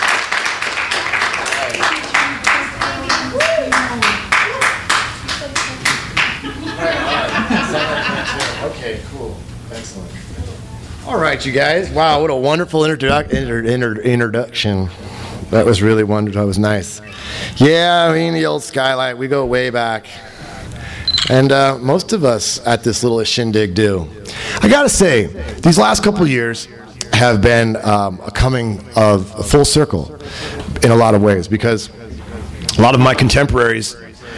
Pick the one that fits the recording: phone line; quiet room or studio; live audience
live audience